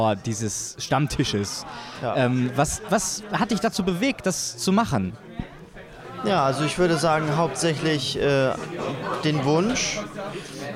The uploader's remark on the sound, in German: Live vom U35 Fetisch-Stammtisch in Hamburg